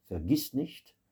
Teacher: Le V en début de mot se prononce comme un F